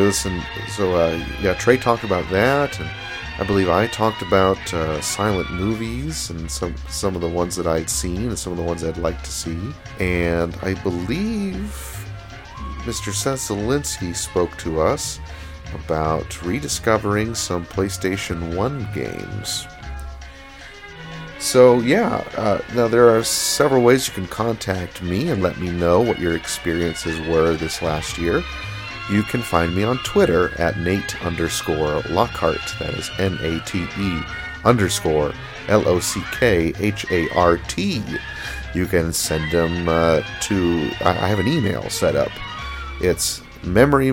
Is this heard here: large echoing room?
no